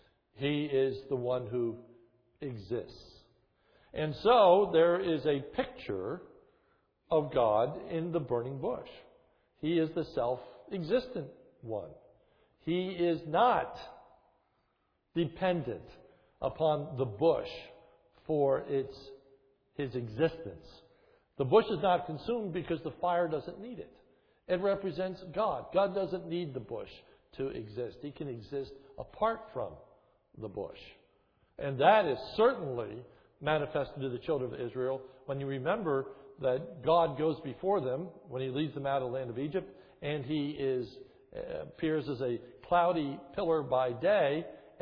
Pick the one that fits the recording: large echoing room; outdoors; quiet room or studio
large echoing room